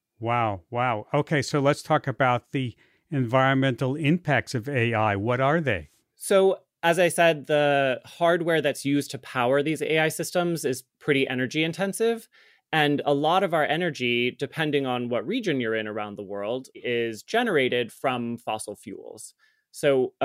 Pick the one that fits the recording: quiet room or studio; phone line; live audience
quiet room or studio